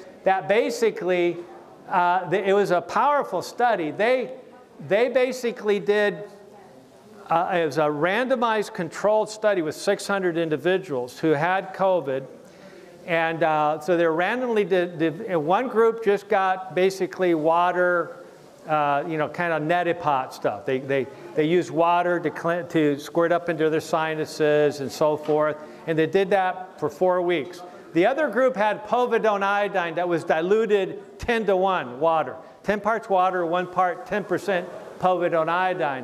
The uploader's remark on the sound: message from our recent Right Arm Revival Conference